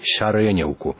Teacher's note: галосныя, падобныя на «е», пераходзяць у першым складзе перад націскам у «я» · Term: якання